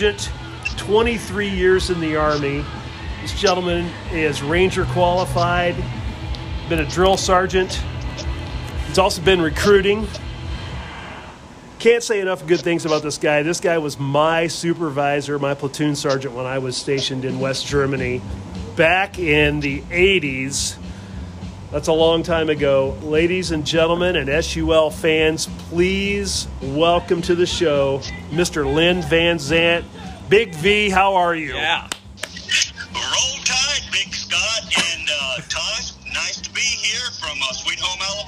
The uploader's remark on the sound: On location from Deviate Brewing.